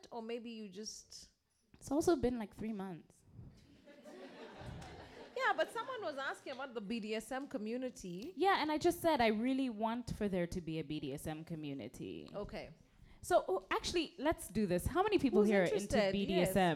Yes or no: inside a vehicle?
no